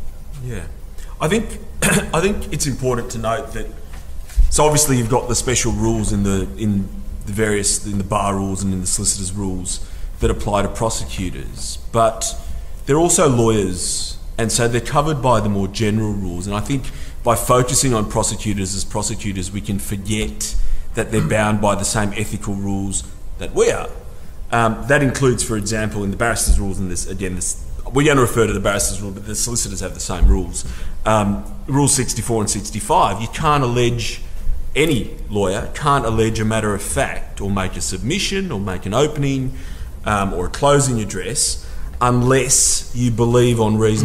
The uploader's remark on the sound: This episode was recorded live at the 2022 reasonable cause conference. The conference provides continuing professional development units for hundreds of criminal lawyers each year.